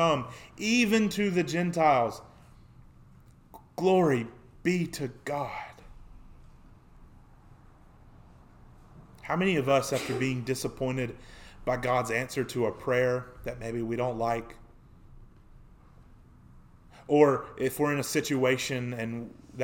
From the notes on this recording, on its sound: Sermon preached on February 14, 2024 at the Youth House, a part of First Baptist Church, Waynesboro, GA.